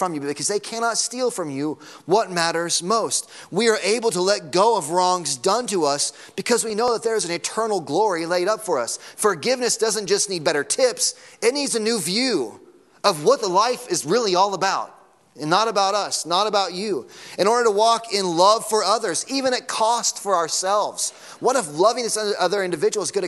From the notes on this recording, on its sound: Sunday morning sermon audio.